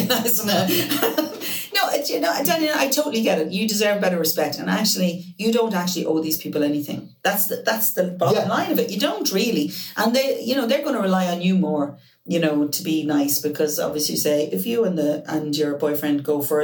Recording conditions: poor microphone